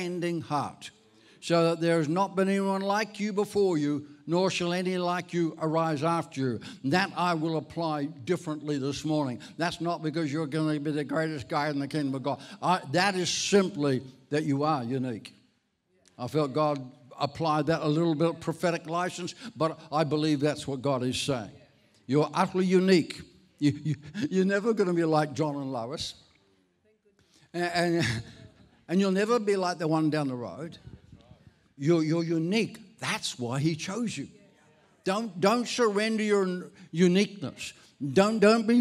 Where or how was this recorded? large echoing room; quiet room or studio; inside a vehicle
large echoing room